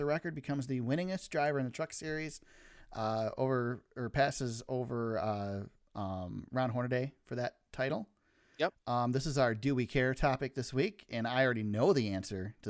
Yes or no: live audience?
no